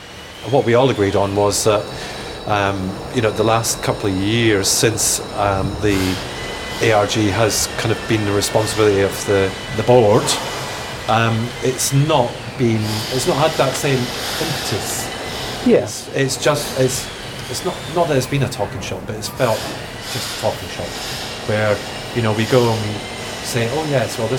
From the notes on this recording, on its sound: It was recorded in a pub yard next to a building site, we sat in the cold crisp shade under blue skies and chatted. It was rather pleasant, but noisy!